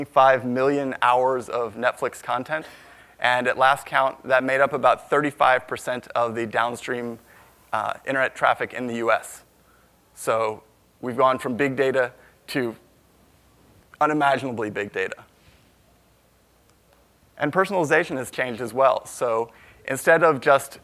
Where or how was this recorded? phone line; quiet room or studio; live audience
live audience